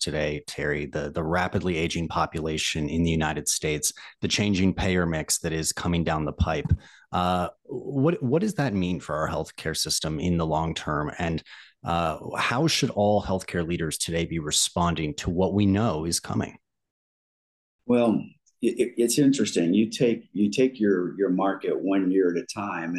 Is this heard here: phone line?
no